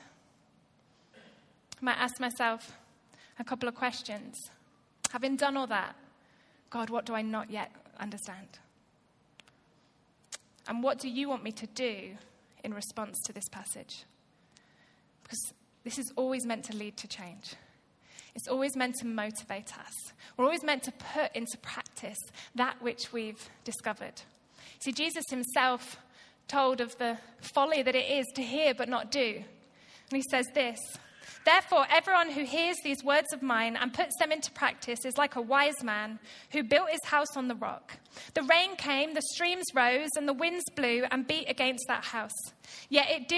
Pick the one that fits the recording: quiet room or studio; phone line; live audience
live audience